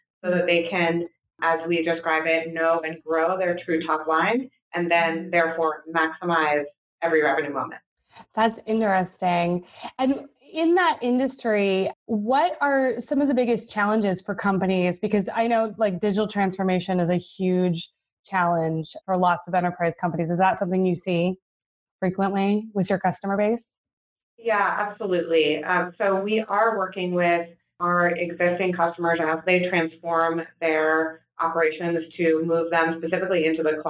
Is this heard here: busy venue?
no